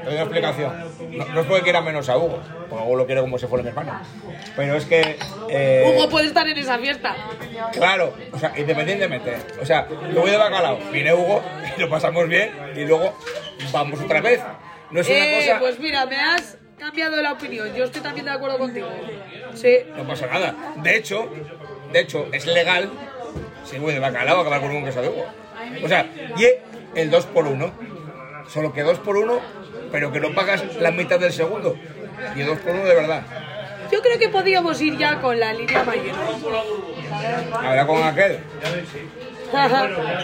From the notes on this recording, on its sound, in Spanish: Un podcast desenfadado y loco grabado en la feria.